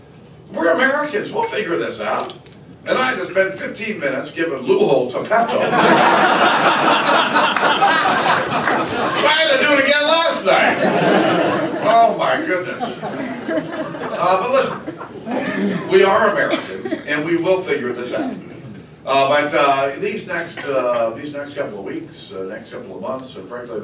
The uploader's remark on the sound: WASHINGTON, DC. Appeared before a luncheon meeting of The Ripon Society, delivering a speech.